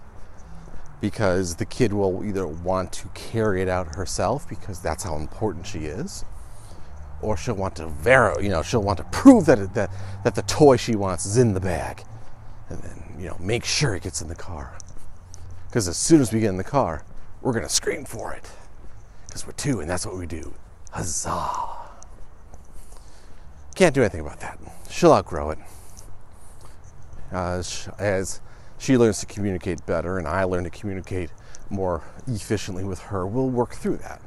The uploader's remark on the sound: Today I take the walk outside, enjoy the good weather